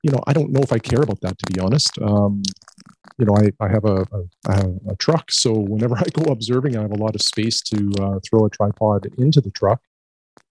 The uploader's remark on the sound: This episode has some audio distortion towards the end that could not be removed.